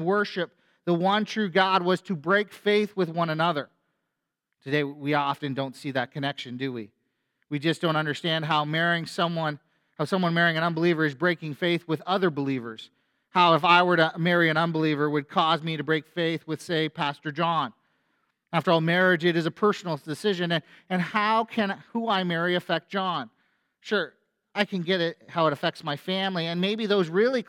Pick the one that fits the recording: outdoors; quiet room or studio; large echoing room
large echoing room